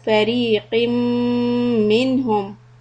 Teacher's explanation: را كسرة is going to be soft and ميم شدة will hold two حركات